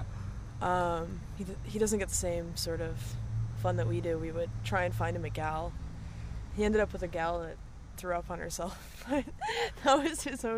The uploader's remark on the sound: outside the Biltmore in their tour van